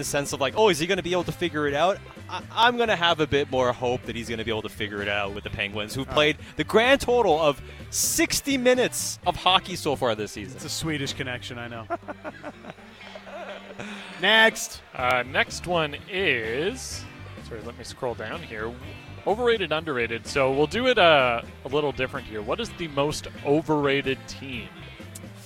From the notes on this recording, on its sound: Live from Parq Casino.